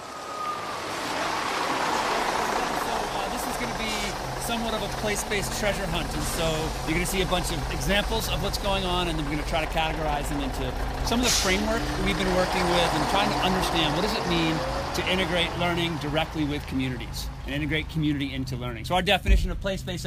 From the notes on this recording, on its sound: take you on a walking tour of downtown Boise